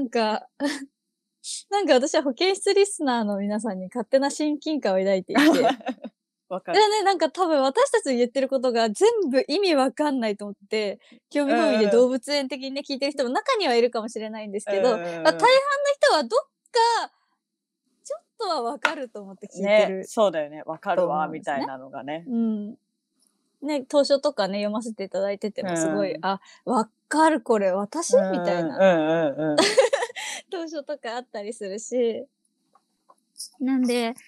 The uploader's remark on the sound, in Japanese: 今回は緊急事態宣言の発出に基づき、リモート環境にて収録をしております。ふだんの配信よりも聞きづらい箇所などがあるかもしれません。